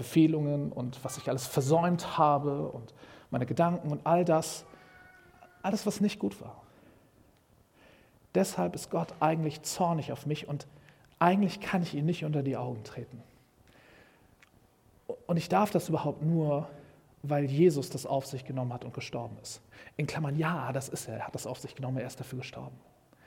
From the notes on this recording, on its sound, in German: Predigt im Rahmen des GreifBar+ Gottesdienstes